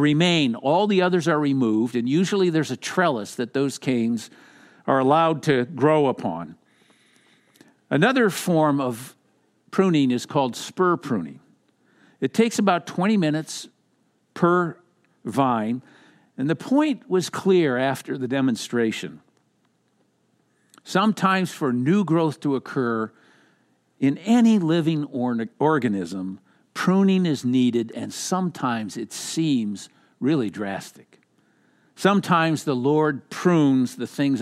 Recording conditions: large echoing room